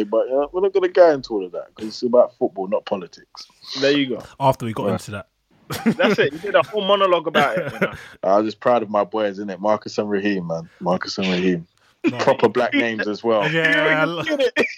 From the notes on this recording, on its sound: Apologies for the decreased sound quality as we record our midweek podcasts over skype.